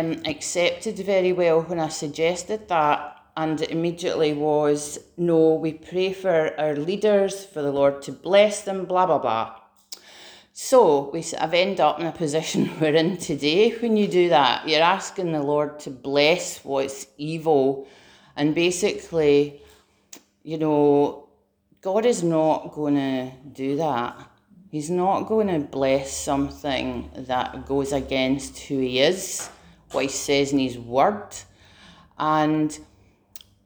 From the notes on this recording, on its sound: Preached at Remnant Army Rising